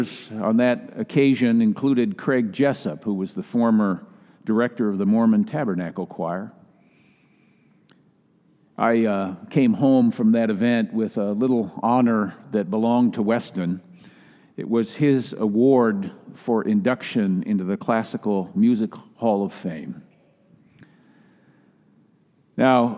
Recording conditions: large echoing room